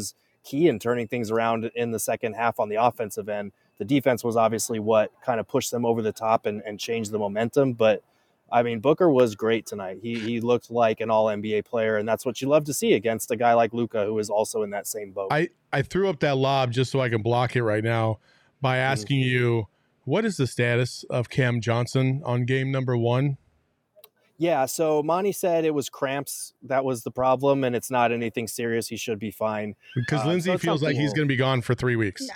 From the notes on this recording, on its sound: We're celebrating in the PHNX VIP lounge for some postgame breakdowns.